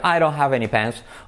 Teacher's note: Si lo unes todo, la D se convierte en una R suave y un nativo diría, I don't have any pens.